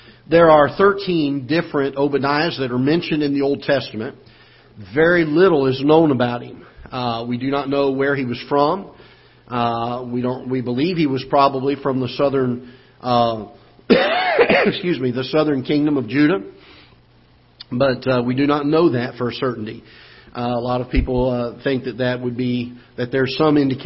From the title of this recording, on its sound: Ketha Heights Baptist Church ~ Live Broadcast